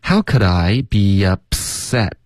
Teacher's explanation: Be 跟 up 之间会添加一个很轻的一个 y 的音,be up, be up, up 的这个 p 跟 s 的音,set 的 s 要连发,be up,你要直接爆破一个 p 的音进去这个 s 的音